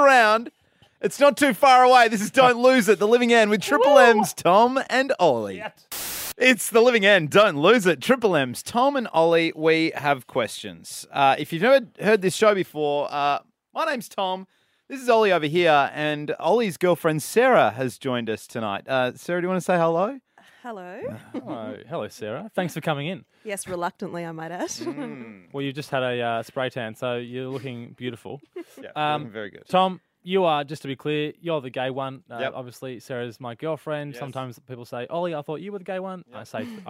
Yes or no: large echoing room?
no